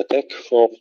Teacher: الكاف الساكنة نهمسها ولا نقلقلها